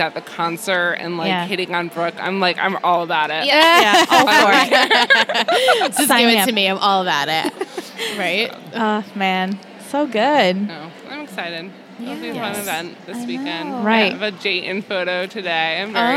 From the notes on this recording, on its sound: Recorded LIVE from TRIC.